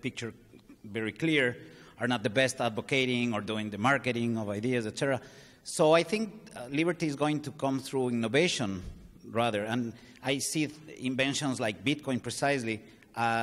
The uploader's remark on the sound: This panel discussion is from the 2021 Annual Meeting of the Property and Freedom Society. Discussion, Q&A.